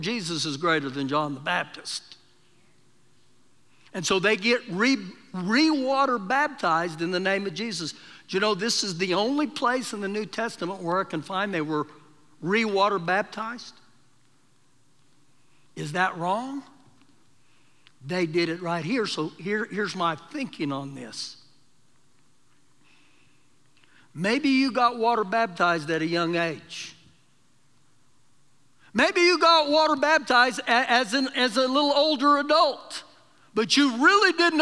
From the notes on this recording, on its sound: Recorded live during our Sunday morning service